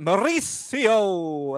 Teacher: I think there needs to be a bit of a rolled R in there